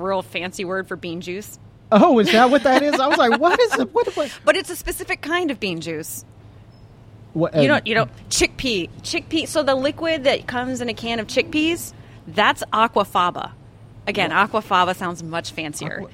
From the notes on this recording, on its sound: during a live broadcast from the Fruitive Restaurant in Washington, DC